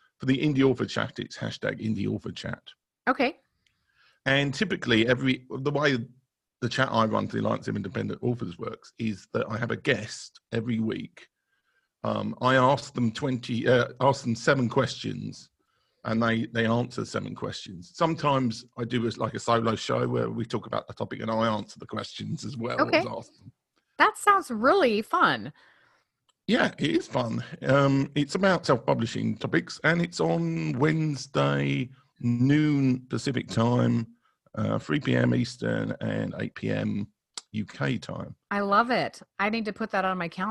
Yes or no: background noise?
no